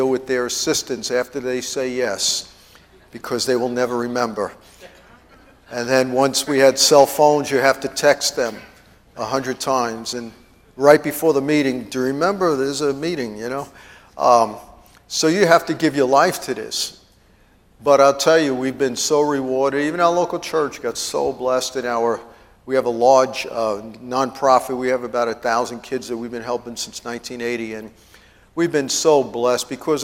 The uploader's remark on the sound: TEACHING AT IMPACT CT CONFERENCE MAY 1.